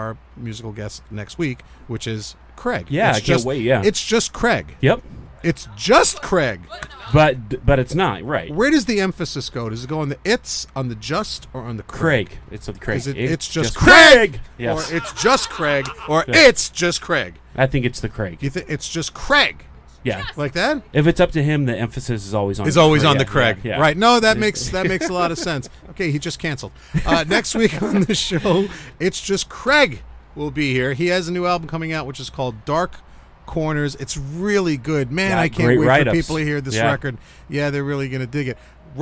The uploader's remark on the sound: Taped this week's episode outside on the hottest day of the year. As the microphones melt and the laptop suffocates.